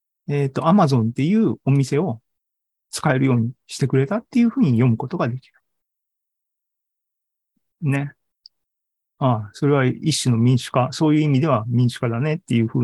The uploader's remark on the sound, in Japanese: ２０２２年１０月２６日に開催した ZOOMライブの模様です